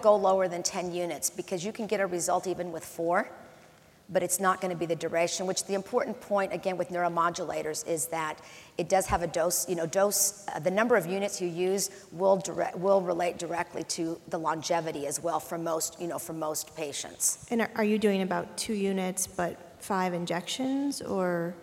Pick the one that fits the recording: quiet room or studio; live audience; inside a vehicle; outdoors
live audience